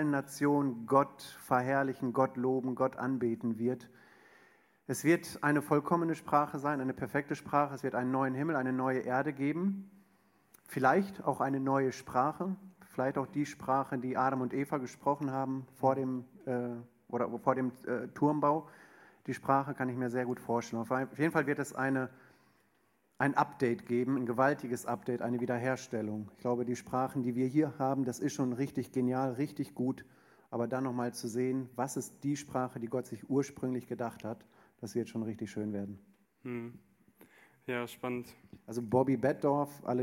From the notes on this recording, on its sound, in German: Eine Frage aus unserem Q&A Abend